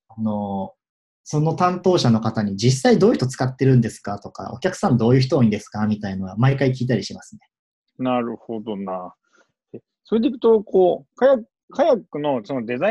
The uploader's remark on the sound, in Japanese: オンライン会社説明会・仕事紹介コンテンツです。オンラインで録音しているので、音がちょっと途切れることがあるかもしれませんが、ご容赦ください。